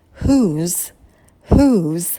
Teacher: Звук «х» легкий. Далее долгий звук «у». Губы мы не вытягиваем вперед, произносим этот звук через улыбку. И в конце звонкий звук «з». Не оглушайте его.